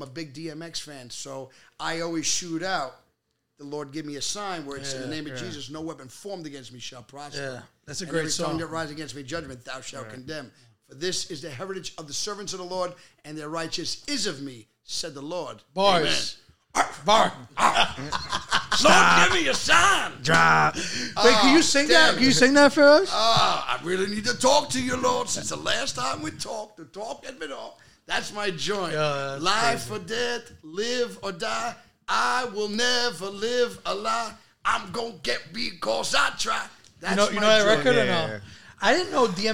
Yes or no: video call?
no